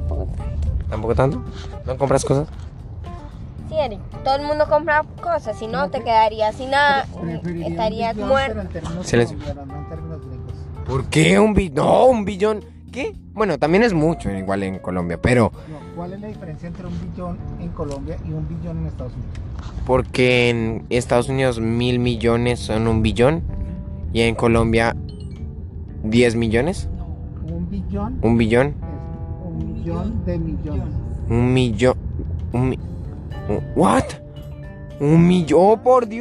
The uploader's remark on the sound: Mi familia y yo acompañados de la mejor amiga de mi hermana vamos al zoo y en camino a casa en el auto grabamos este cool y gracioso podcast.